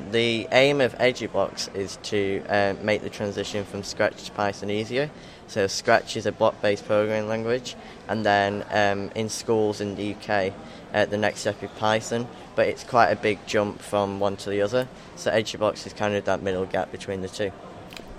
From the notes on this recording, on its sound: short interview recorded at this year's Liverpool Makefest